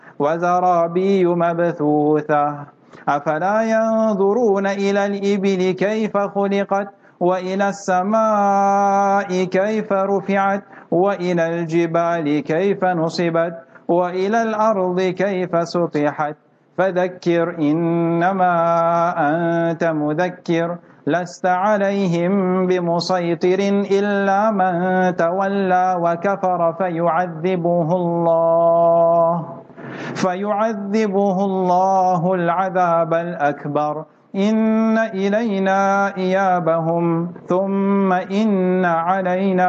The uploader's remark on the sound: Jumah Lecture at Glenearn Road Soofie Masjid